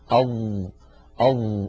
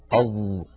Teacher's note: كما أن الظاء حرف قابل للمط، فهو حرف رخو لأنه ليس من حروف أجد طط بكت ولا من حروف لن عمر. الظاء حرف مستعل لأنه من حروف خص ضغط قض، فعند نطقه يتصعد الصوت إلى الحنك الأعلى